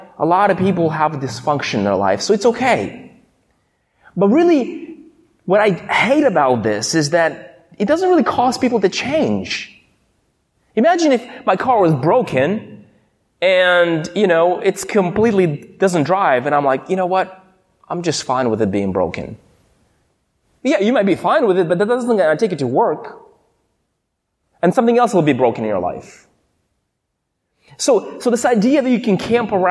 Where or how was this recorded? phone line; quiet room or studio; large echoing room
large echoing room